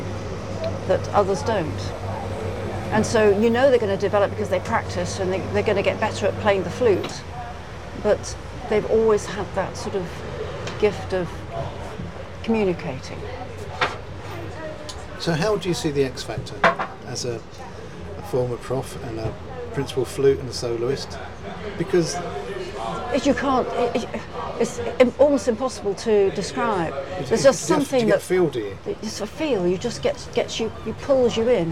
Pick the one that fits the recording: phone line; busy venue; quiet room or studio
busy venue